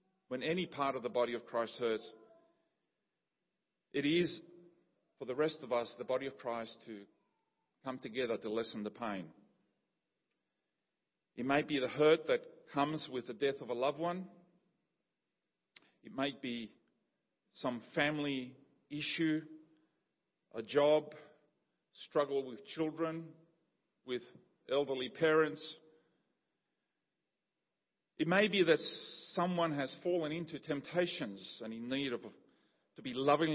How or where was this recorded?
large echoing room